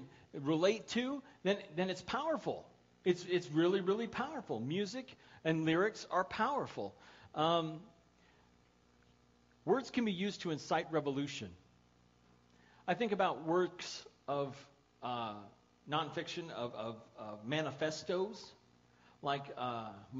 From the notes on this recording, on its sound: The audio file of the sermon from January 12, 2014.